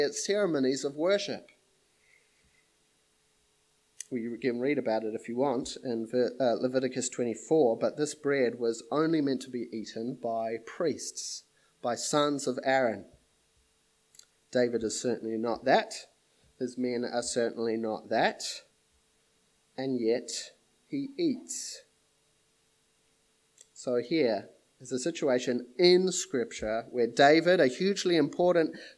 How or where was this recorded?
large echoing room